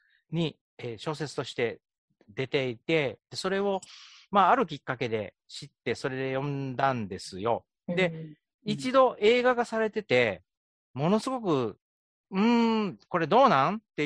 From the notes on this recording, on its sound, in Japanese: ZOOM収録